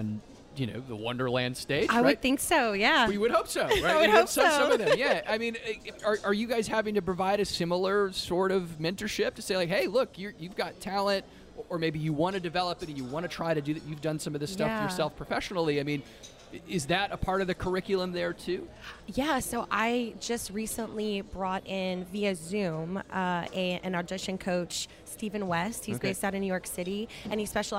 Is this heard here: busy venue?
yes